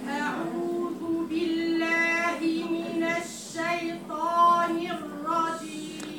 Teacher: المد مش ترعيد، مش أعوذ نعمل كده أبدا، المد عميق وقوي وبيه جهر، والوترين هنا مقفولين، اسحبيه بقوة.